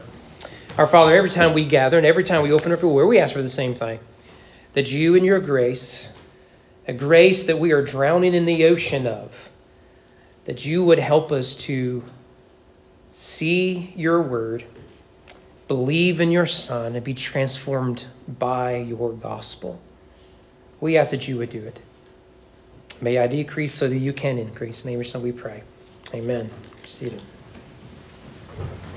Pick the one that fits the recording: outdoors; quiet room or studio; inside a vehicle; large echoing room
large echoing room